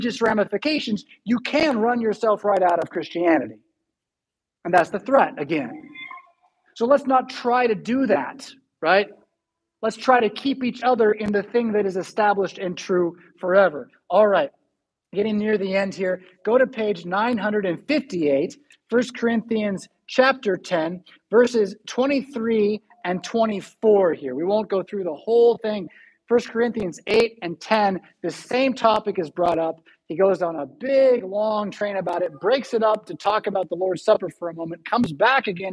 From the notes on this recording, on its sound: Preached at St Paul Lutheran Church , Rockford, Illinois on July 24, 2022.